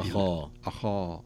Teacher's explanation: خاء مفخمة، هذا من حروف الاستعلاء، وخاصة أنه مفتوح، وهو من أعلى درجات التفخيم، ثم يأتي بعده الألف، الألف التي بعده أخا تتأثر بما قبلها، فتفخم الألف